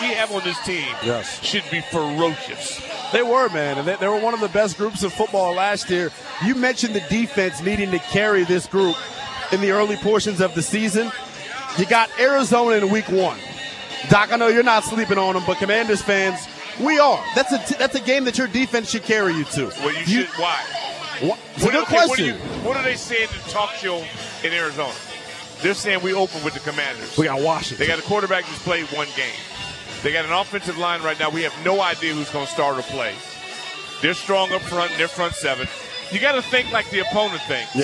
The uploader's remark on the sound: live from the Burgundy & Sold Party